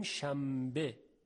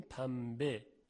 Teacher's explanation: نون ساکن که قبل از به قرار گرفته در تلفظ تبدیل میشه به میم · Term: قلب به میم